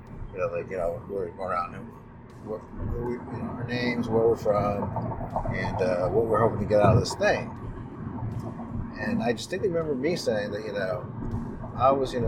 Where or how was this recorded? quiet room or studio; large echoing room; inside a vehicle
inside a vehicle